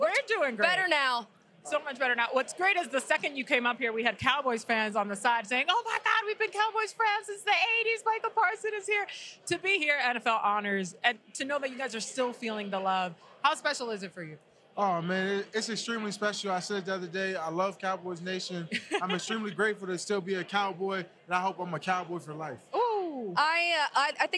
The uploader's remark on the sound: Live From the NFL Honors Red Carpet! Live from the NFL Honors Red Carpet in Las Vegas!